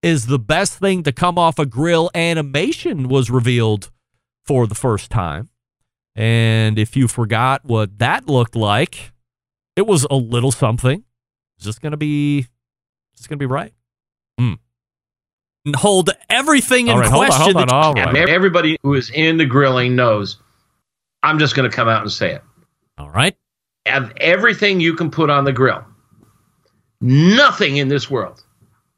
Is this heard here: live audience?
no